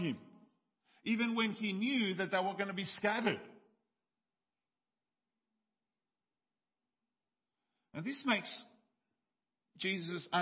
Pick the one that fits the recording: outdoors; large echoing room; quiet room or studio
large echoing room